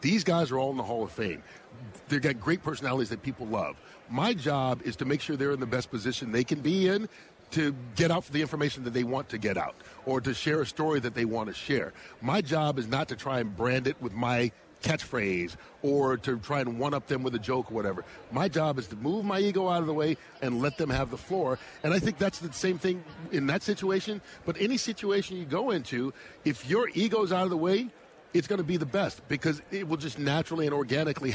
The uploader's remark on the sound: Live From Super Bowl Radio Row